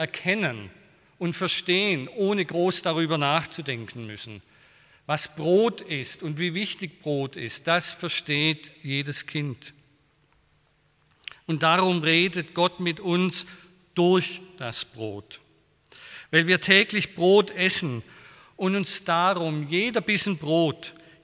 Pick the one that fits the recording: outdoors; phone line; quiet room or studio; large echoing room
large echoing room